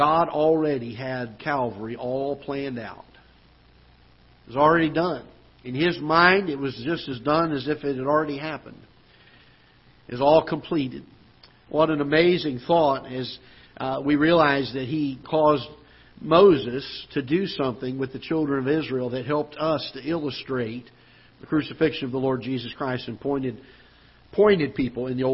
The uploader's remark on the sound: Ketha Heights Baptist Church ~ Live Broadcast.